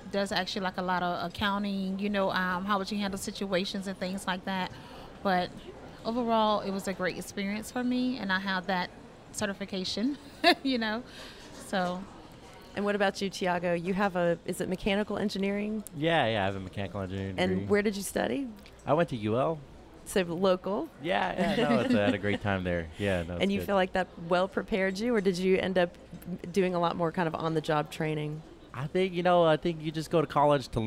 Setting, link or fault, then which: setting, busy venue